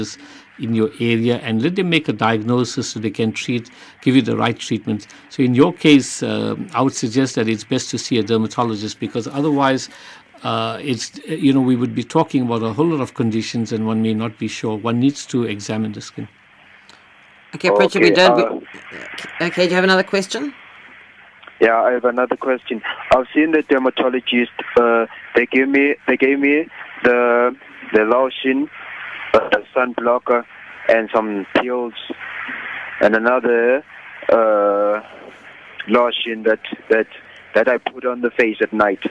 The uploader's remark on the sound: it's our monthly phone-in